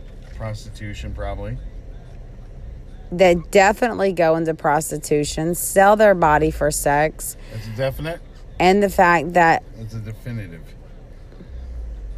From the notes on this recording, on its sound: From the car podcasting.